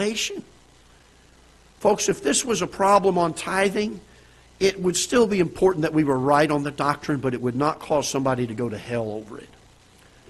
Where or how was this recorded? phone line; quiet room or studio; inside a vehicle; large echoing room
large echoing room